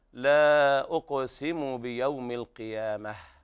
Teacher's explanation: ففي حال الوصل تقرأ تاء وحال الوقف تقلب هاء، فيكون النطق هكذا لا أقسم بيوم القيامة، والهاء ضعيفة ولا داعي للمبالغة فيها. · Term: تاء التأنيث